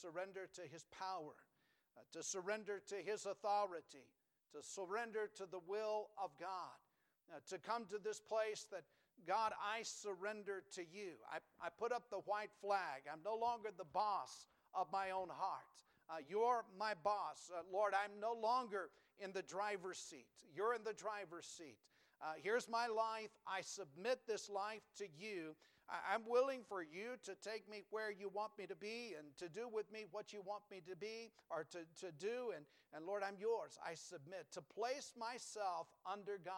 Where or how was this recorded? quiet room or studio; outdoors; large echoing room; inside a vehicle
large echoing room